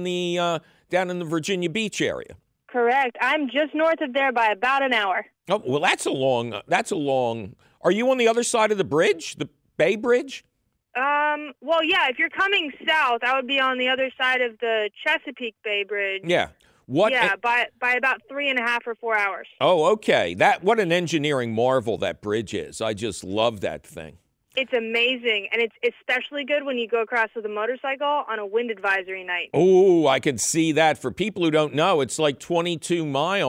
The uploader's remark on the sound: your running phone calls!